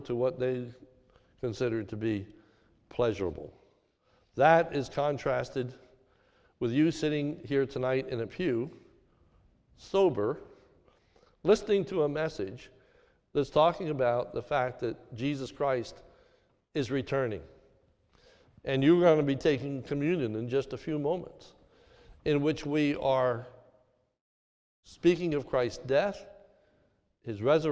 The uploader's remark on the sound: This is a sermon recorded at the Lebanon Bible Fellowship Church in Lebanon, PA during the New Year’s Eve service on 12/31/2021